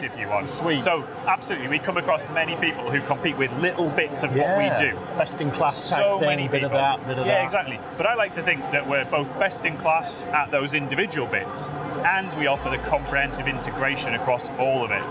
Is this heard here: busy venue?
yes